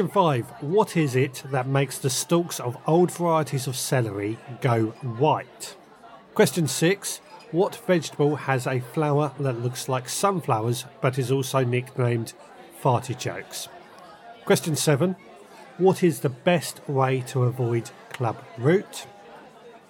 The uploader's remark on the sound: The Friday night veg gardening pub quiz. Birds tweet Pub noise begins in the background.